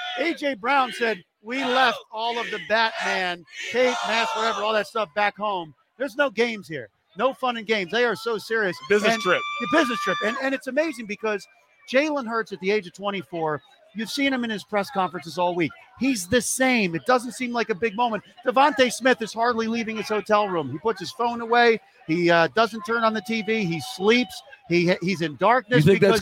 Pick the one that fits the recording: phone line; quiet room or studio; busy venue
busy venue